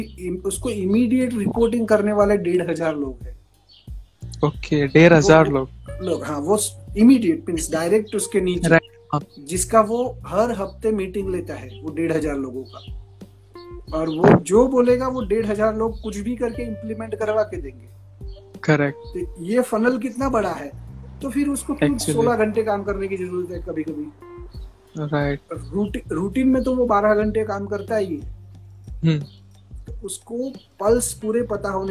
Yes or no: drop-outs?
yes